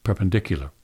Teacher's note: 4 schwas, replacing the ER, the AR, the E, and the U.